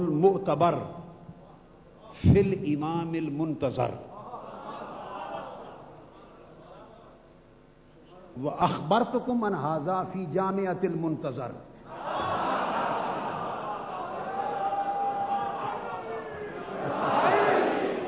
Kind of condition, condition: setting, live audience